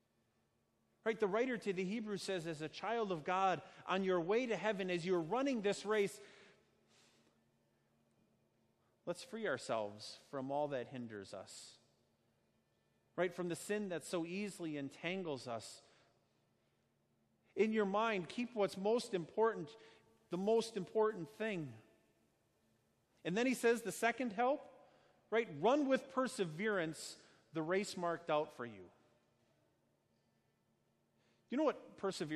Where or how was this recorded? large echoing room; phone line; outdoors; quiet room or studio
large echoing room